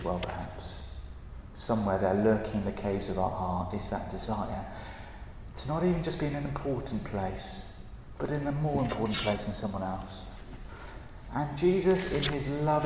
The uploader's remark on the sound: at a Christians in Parliament Chapel St Mary's Undercroft on 21st November 2023